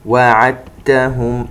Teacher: قال تعالى: وأدخلهم، عندنا الدال الساكنة نقلقلها، وعدتهم، دال ساكنة وبعدها حرف التاء إدغام، ونلاحظ التاء أصبح عليها الشدة وتعرت الدال من الحركة لأنها أدخلت بالكامل في حرف التاء